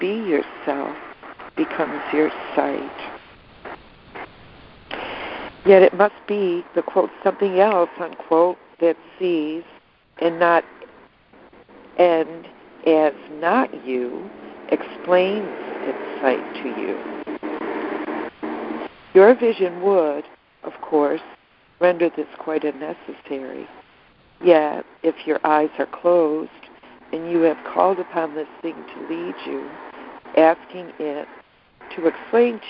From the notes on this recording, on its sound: ACIM Daily Conference Call